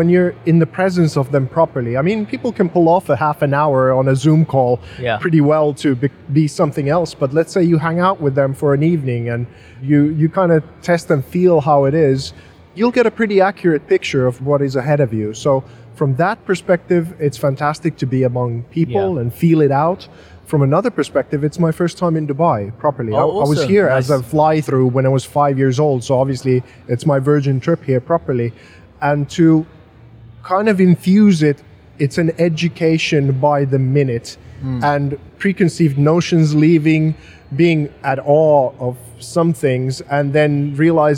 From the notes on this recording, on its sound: We're super excited to be recording this episode live at the Future Blockchain Summit which was part of Gitex 2020 in Dubai, one of the only in-person events that took place in this crazy 2020 year.